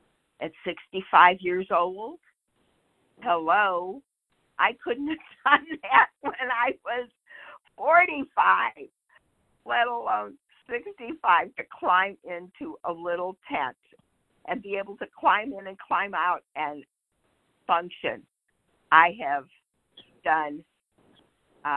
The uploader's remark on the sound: 100 Pounders Phone Meeting